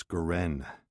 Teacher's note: The accent's on the last syllable